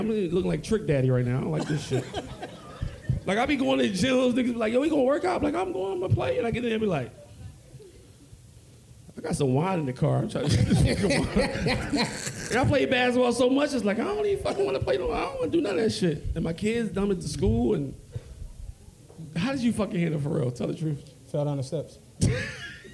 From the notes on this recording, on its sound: A LIVE SHOW!!